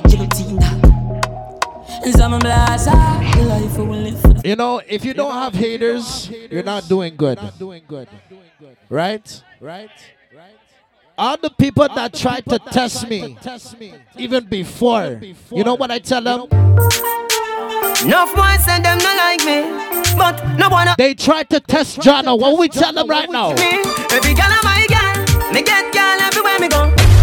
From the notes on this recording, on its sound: BOAT CRUISE LIVE AUDIO